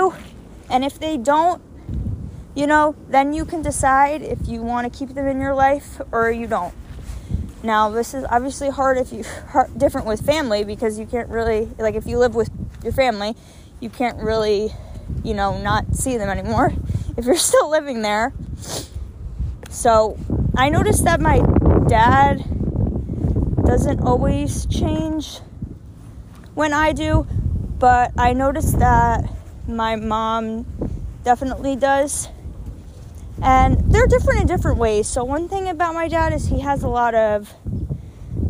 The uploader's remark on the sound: Sorry about the wind I recorded this on a walk outside.